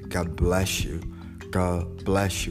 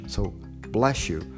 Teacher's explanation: the connection between bless and you is shh · Term: liaison